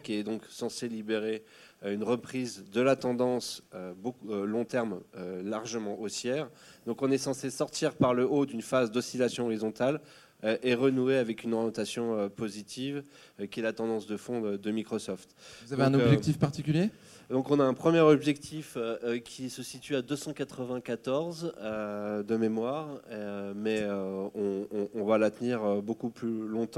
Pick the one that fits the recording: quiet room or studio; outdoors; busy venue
busy venue